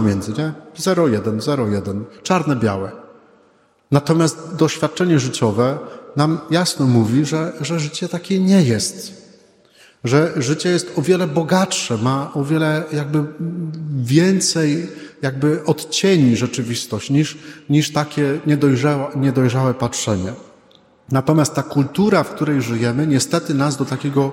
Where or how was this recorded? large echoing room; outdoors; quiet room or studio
large echoing room